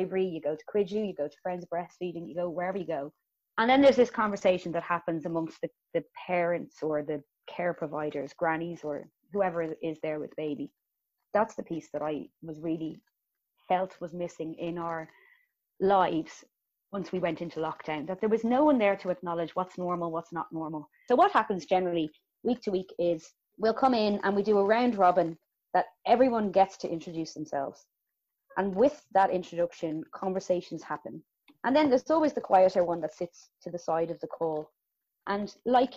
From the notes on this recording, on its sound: Recorded remotely 2020.